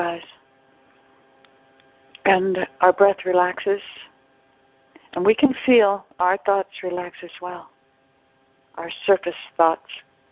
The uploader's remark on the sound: ACIM Daily TEXT Conference Call